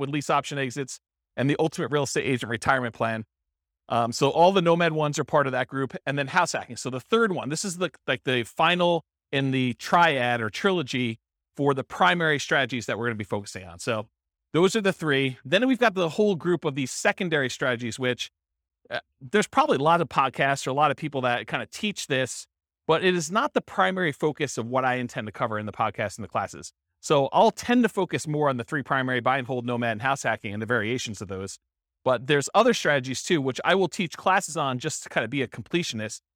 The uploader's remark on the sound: This was a live class recorded